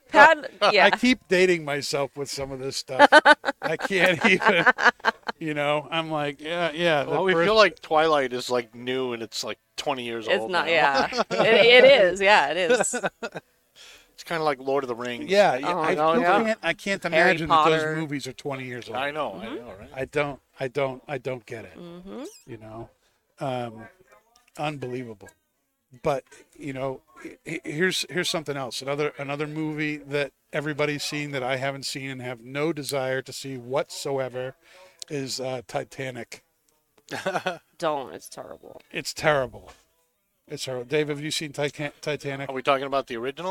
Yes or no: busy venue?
yes